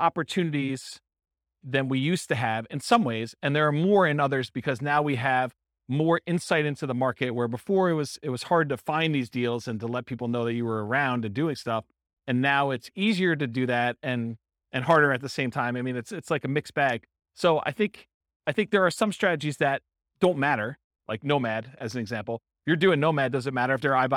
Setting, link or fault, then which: setting, live audience